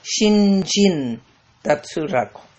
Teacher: E o segundo, Shin, que aí passa a ser pronunciado como Jin